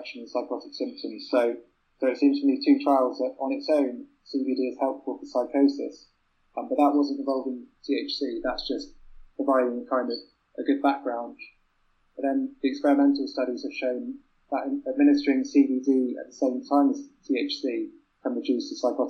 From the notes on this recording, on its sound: I thought I had my Skype/Audacity issues on lock. Turns out I was wrong…however, I have done my best and invested in Pamela for next time.